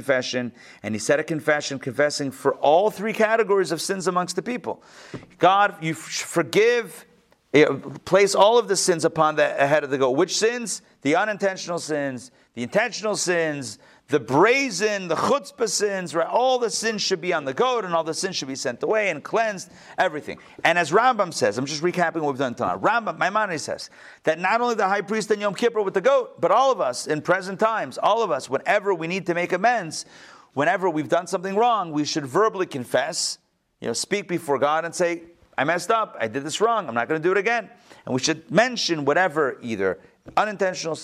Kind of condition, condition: setting, live audience